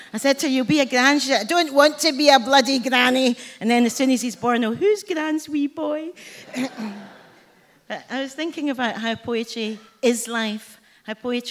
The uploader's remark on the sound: Recorded at The Tabernacle on 20th Jan 2020.